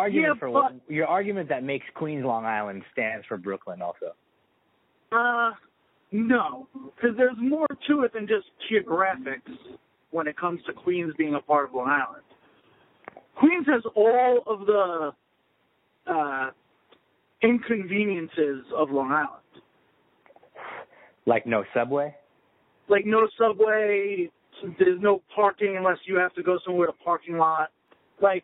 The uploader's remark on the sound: talked on the phone with me while I navigated the highways & byways of Long Island